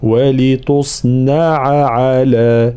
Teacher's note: بيان العين الأولى ثم العين الثانية، معناها فصل الحروف